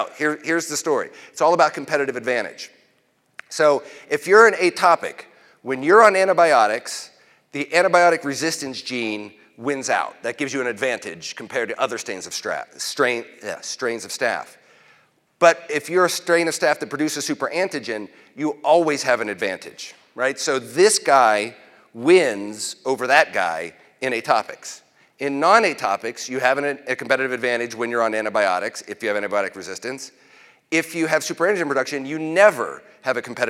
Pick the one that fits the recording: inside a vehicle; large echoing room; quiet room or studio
large echoing room